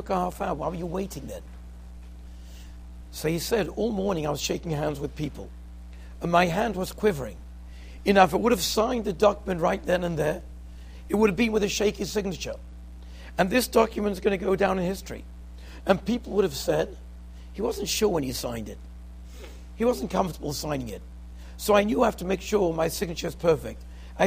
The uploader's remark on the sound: Shiur recorded in Yeshivas Ohr Reuven, Monsey, NY.